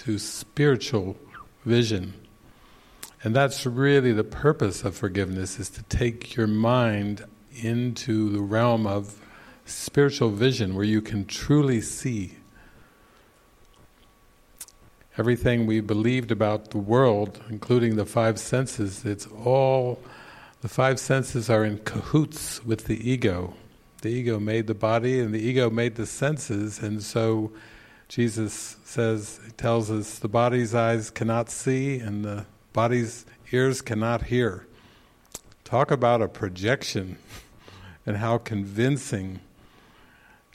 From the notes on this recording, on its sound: This session was recorded during the Into the Kingdom retreat in the evening of October 8, 2019, at the Castle De Berckt in Holland.